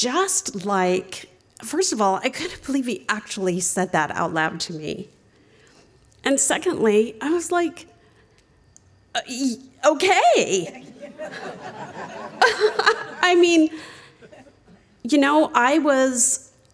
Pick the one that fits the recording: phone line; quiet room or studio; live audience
live audience